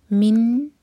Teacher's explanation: نون پر اظہار، تو نہ تو نون پر جھٹکا ہوگا اور نہ ہی نون کو ہولڈ کریں گے